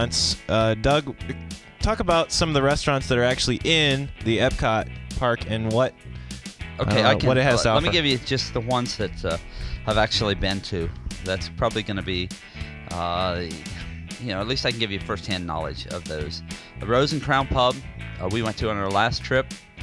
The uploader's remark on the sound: Disney's Epcot- Test Track. Listen to a ride through of Test Track as a bonus audio feature.